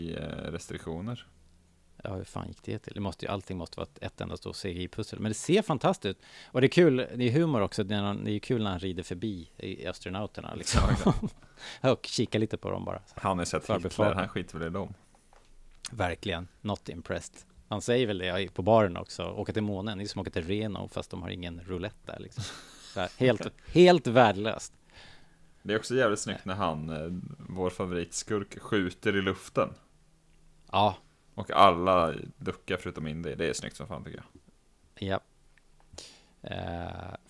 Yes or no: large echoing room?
no